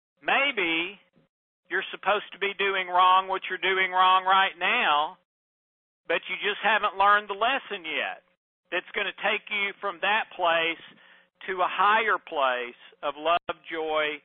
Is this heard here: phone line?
yes